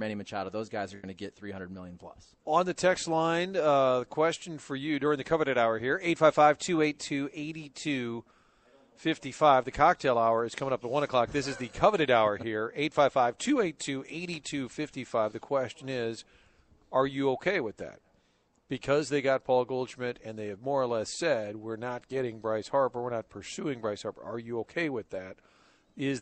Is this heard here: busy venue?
yes